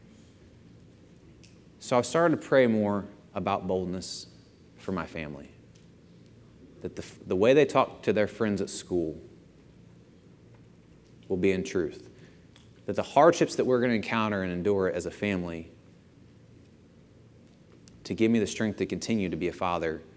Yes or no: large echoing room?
yes